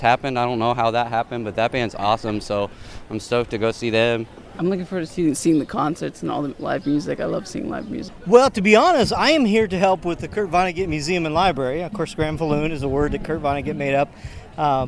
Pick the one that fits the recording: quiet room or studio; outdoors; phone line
outdoors